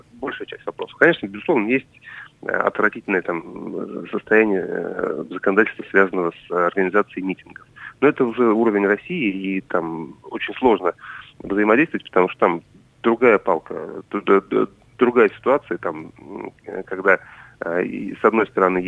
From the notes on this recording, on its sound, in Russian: По телефону